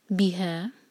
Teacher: بی پر زور دیں گے کیونکہ یہ دو سلیبل والا ورڈ ہے. بہا ہے چار حرکہ مد منفصل.